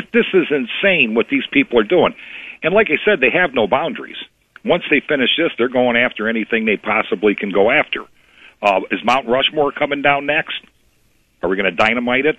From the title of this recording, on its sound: taking your phone calls